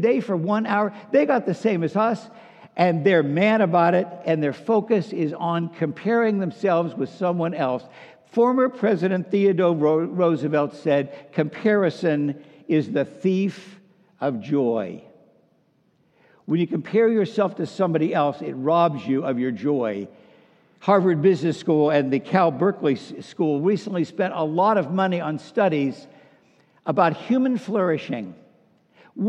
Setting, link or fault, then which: setting, large echoing room